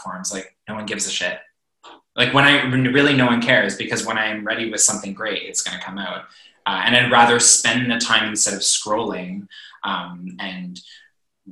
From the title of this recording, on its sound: Zoom Interview